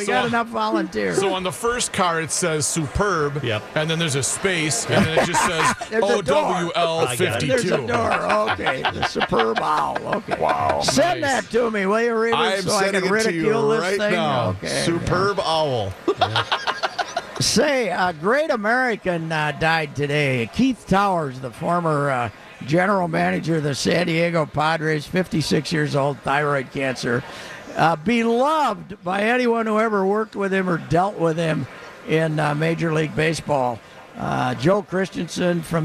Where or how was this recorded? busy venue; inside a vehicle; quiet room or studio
busy venue